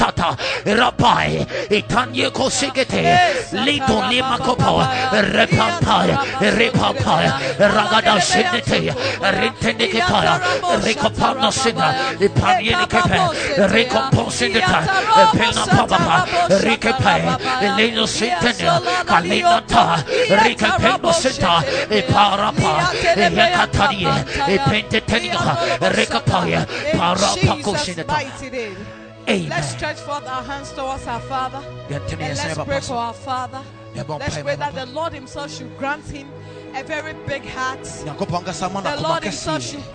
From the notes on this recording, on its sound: Preached at Ekklesia Chapel